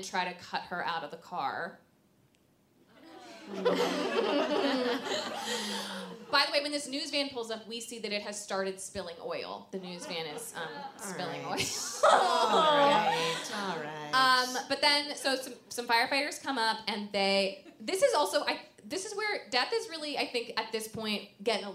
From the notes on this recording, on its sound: This week's episode was recorded LIVE at the Just For Laughs festival in Toronto.